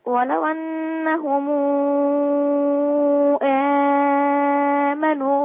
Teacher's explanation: هنعمل لها صلة طالما أن الميم وراها همزة. هنعمل لها صلة ست حركات